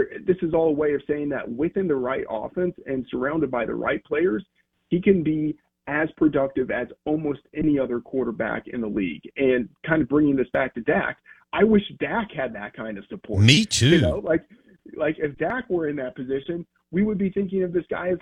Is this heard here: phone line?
yes